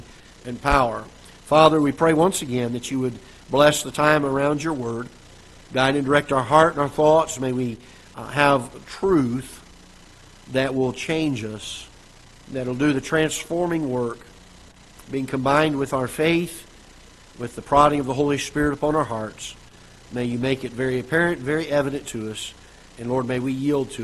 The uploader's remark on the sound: Ketha Heights Baptist Church ~ Live Broadcast